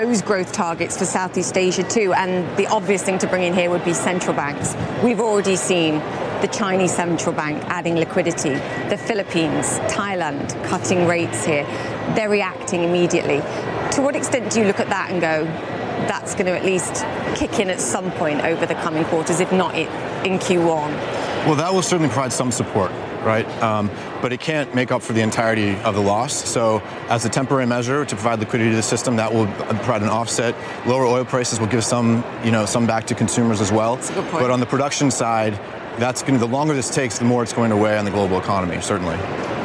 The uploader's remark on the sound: Live from the New York Stock Exchange.